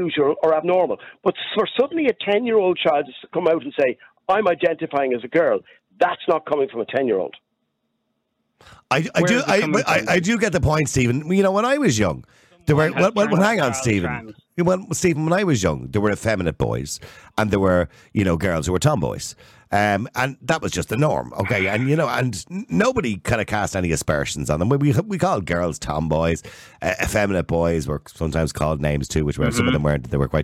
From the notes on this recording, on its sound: opens the phone lines to callers